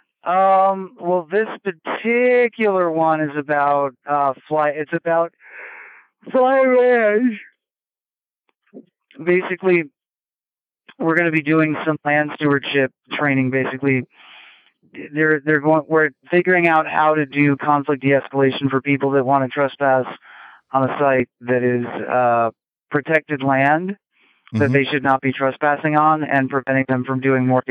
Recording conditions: phone line